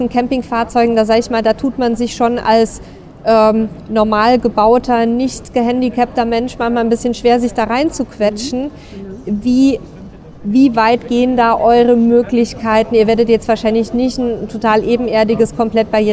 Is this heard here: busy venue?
yes